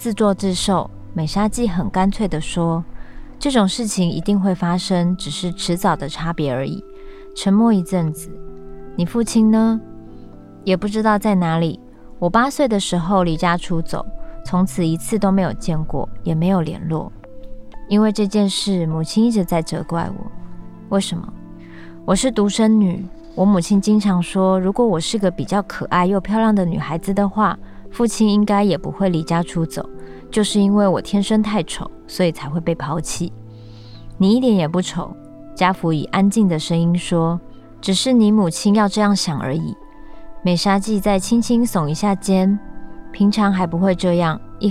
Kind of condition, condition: setting, outdoors